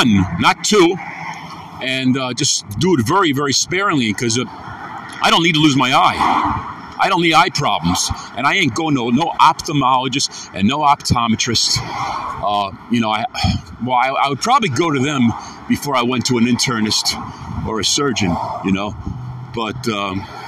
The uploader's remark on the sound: afternoon walk n talk